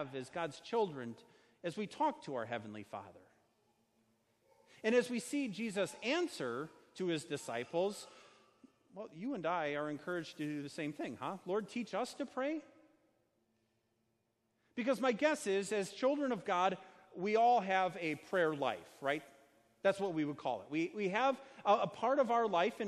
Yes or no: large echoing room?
yes